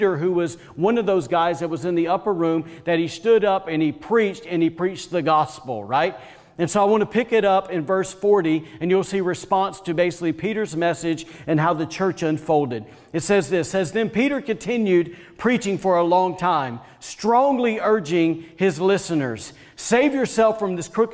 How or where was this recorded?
large echoing room